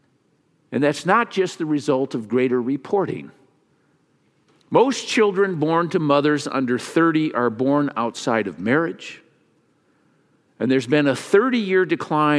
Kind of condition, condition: setting, large echoing room